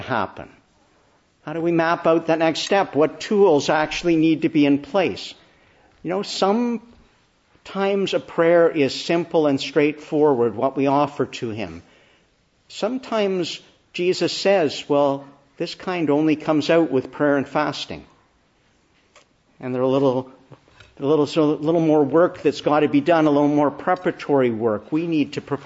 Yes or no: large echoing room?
yes